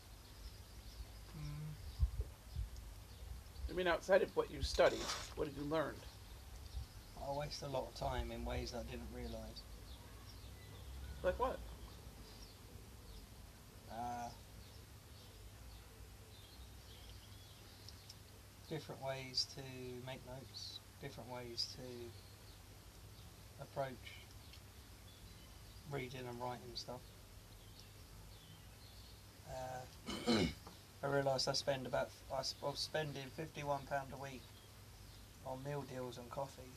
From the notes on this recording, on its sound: In this episode the birds are making more noise than we were.